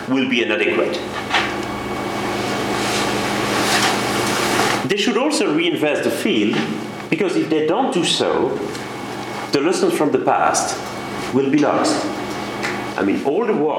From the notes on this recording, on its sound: Podcast from the Refugee Studies Centre's Public Seminar Series. This podcast was recorded on Wednesday 1 February 2012 at the Oxford Department of International Development, University of Oxford.